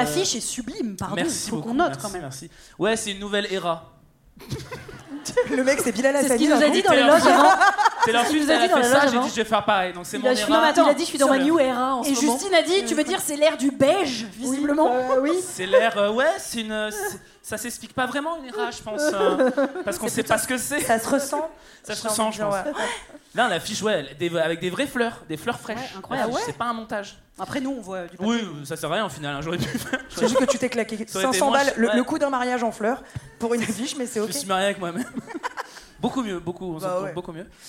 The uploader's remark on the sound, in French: une soirée en live au Café de la Danse, devant 250 personnes